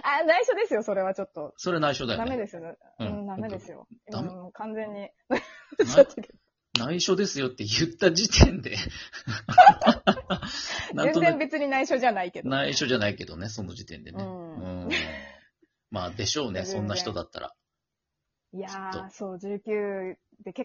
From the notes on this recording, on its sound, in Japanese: リモート収録。Radiotalk。